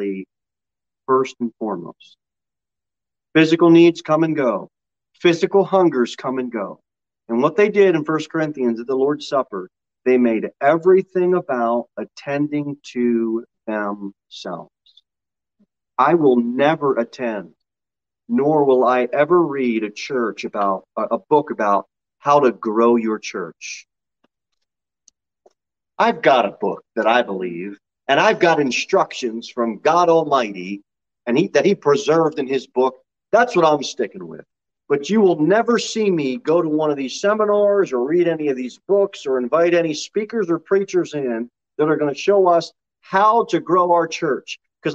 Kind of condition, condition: setting, large echoing room